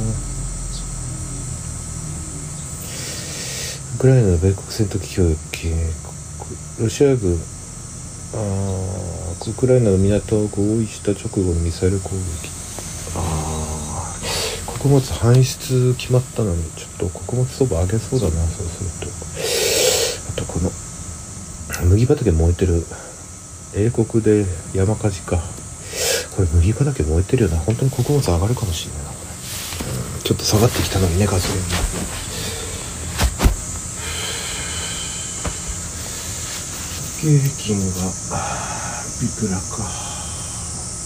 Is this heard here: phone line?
no